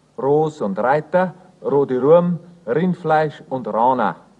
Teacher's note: Das R wird auch im Bayerischen ziemlich rein gesprochen. Ganz klar und eindeutig haben wir es am Wort Anfang.